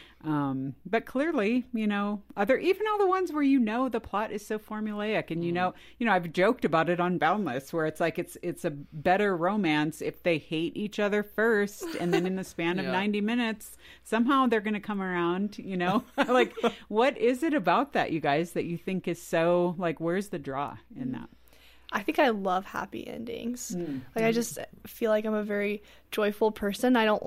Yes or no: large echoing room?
no